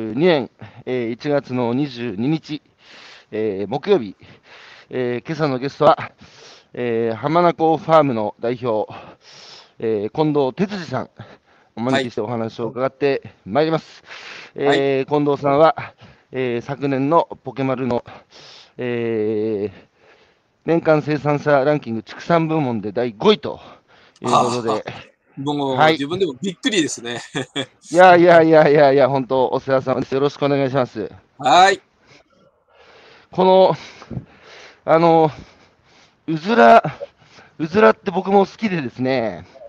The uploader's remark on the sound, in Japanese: 歩きながら1時間、対談する